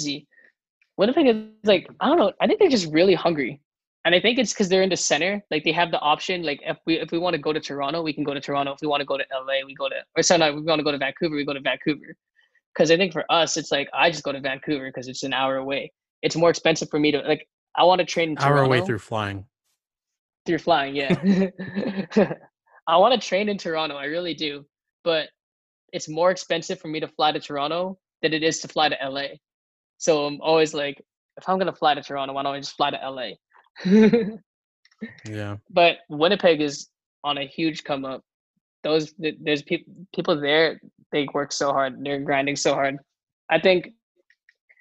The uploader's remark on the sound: This episode was recorded via Zoom.